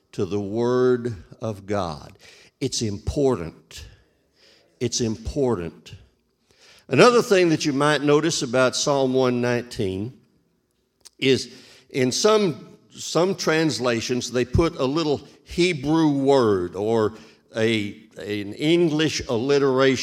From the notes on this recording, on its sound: This JAT was recorded live on January 2nd, 2022, at Newark United Pentecostal Church.